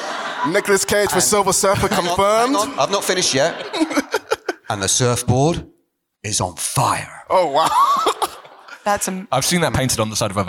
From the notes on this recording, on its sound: The Empire 500 Live Show. In this special live edition of The Ranking, recorded at our all-day Episode 500 celebrations at Kings Place in February.